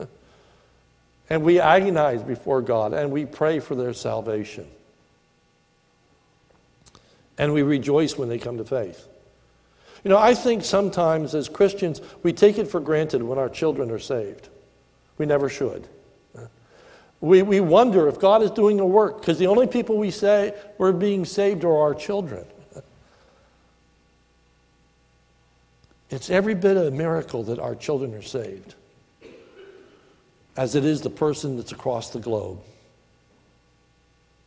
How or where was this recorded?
large echoing room